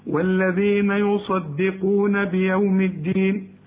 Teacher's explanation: طلع لسانك في الدال